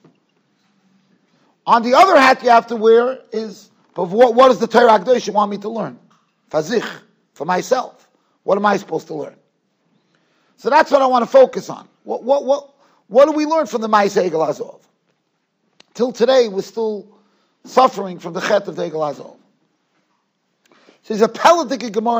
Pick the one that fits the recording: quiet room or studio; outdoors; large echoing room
large echoing room